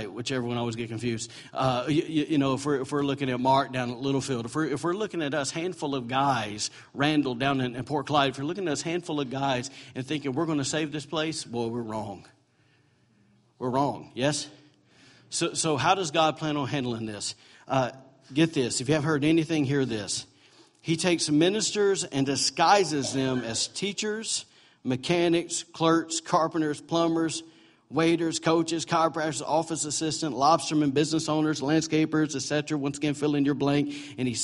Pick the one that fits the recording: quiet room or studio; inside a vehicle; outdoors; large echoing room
large echoing room